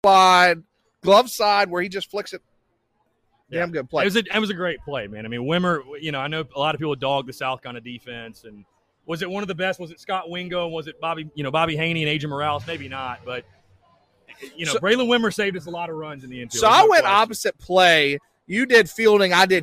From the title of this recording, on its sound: LIVE From Halls Chophouse Columbia